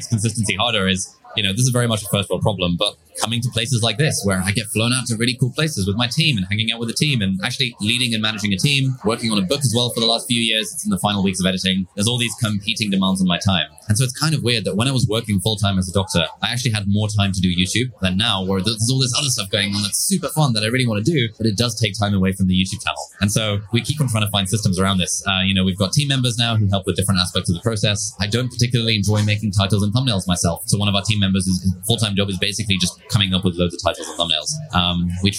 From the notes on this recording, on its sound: Today’s episode was recorded at Kajabi Hero Live in Austin, Texas.